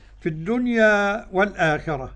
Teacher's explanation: الدنيا أولا لام شمسية مدغمة